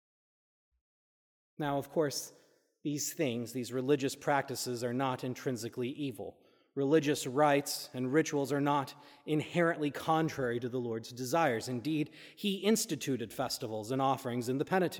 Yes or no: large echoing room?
yes